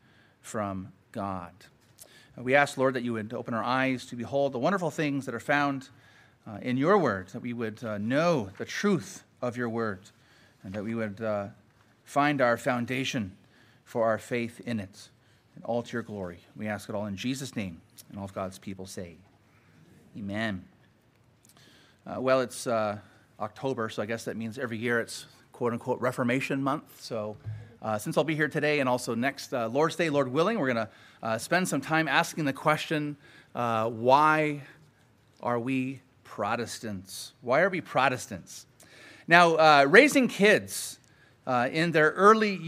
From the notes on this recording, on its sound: Sermon preached at Grace United Reformed Church